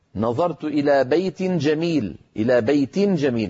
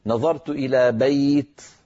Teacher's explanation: كذلك الأمر بالنسبة إلى الجر، نظرت إلى بيت جميل، إلى بيت جميل، فإن وقفت قلت نظرت إلى بيت فحذفت التنوين وقفا ولم أعوض عنه بشيء · Shown in: second take